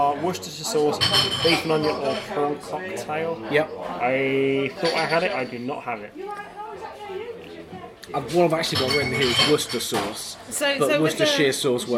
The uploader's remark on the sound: Recorded in an actual pub, which it turns out makes editing hard!